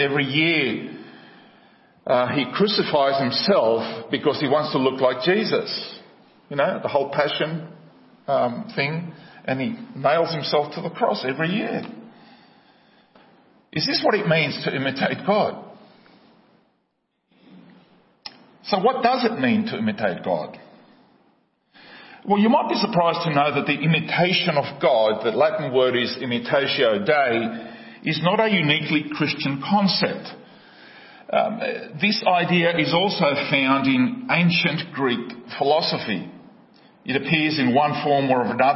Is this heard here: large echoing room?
yes